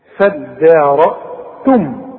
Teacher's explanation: والتاء مرققة والميم ساكنة، فيها كلها مرققة، وده المد الطبيعي اللي احنا خدناه فيها.